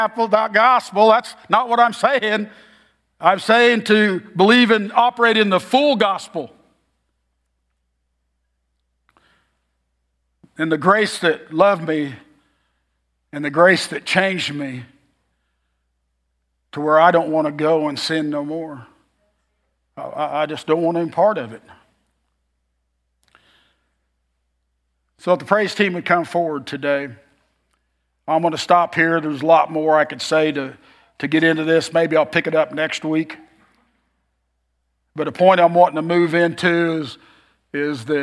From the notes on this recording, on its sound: Message form 10 AM Worship Service on Febraury 25, 2024, at Oakton Church